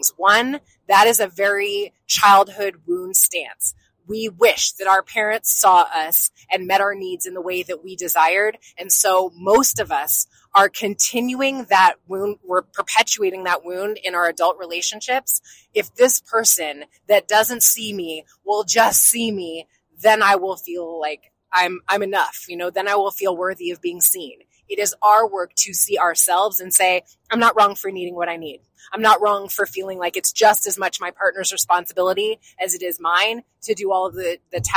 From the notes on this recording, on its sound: Passed a miniature microphone back and forth in the car to record a conversation they were having on the way to their New Year's retreat.